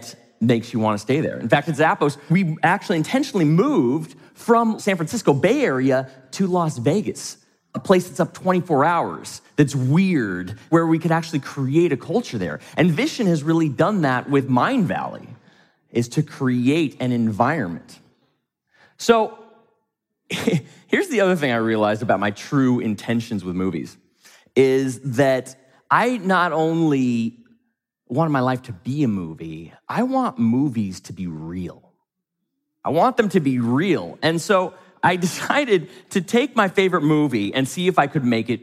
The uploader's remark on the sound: from the stage of Mindvalley’s A-Fest